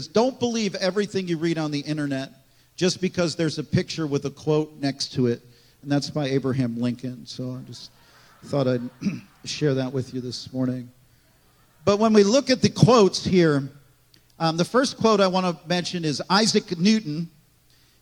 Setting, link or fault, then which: setting, large echoing room